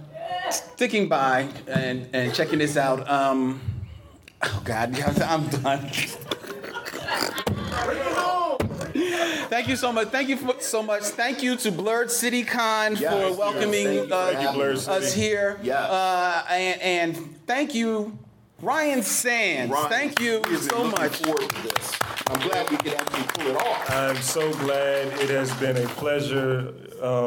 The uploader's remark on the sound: LIVE at Blerd City Con 2019 at St. Francis College in Brooklyn, NYC.